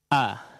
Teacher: Di awal pengucapan huruf hamzah ada apa, penahanan aliran suara.